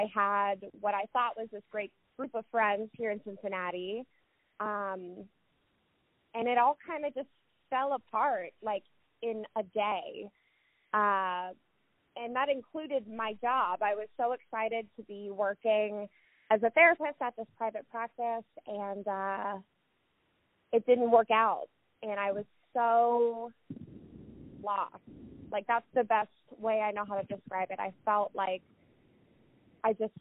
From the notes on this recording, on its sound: Joining us via phone from Cincinnati, Ohio.